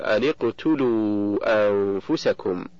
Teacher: فالنون من أن ساكنة التقت بالقاف وهي ساكنة أيضا، فحركت النون بالكسر للتخلص من التقاء الساكنين